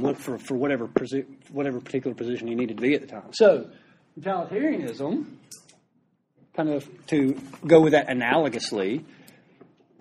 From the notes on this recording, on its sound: Recorded live during a class lecture.